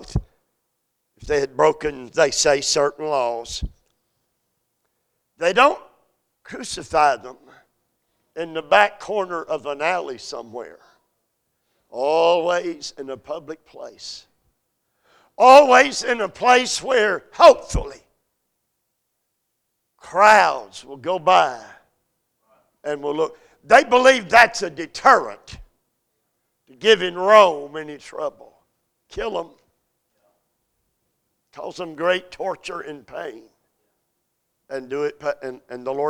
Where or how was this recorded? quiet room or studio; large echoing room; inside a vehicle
large echoing room